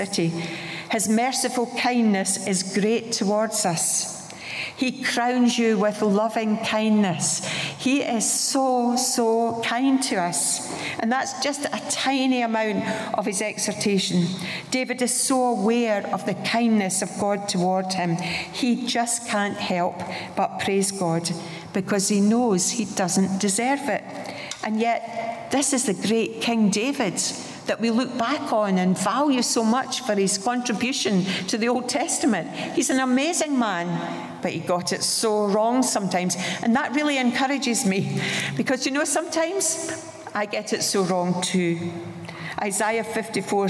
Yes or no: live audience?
yes